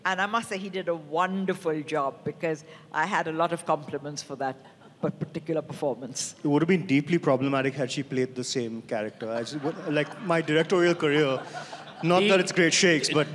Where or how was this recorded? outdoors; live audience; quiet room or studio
live audience